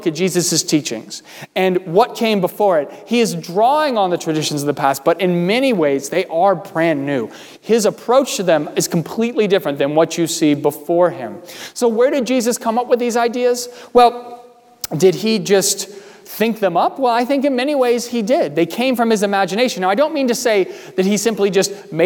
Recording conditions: large echoing room